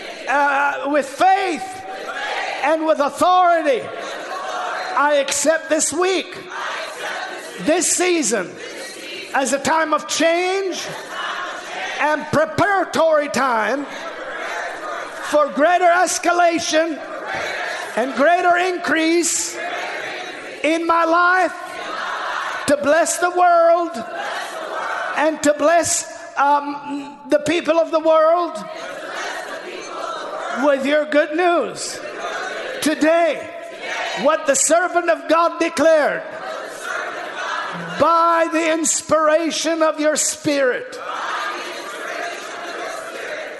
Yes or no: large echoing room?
yes